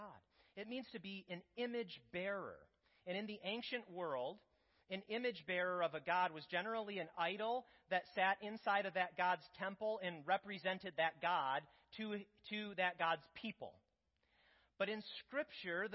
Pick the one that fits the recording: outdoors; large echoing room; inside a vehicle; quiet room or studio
large echoing room